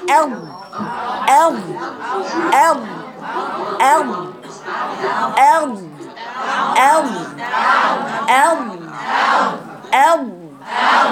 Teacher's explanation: الضاد مطبقة لأن الصوت عند النطق بها ينحصر بين غار الحنك وبين اللسان